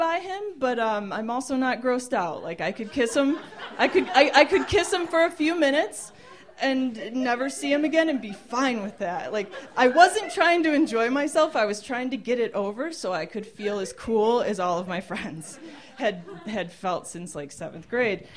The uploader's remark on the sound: These stories were recorded at The Deer Pile on November 21st, 2013 by our good friends at The Denver Diatribe .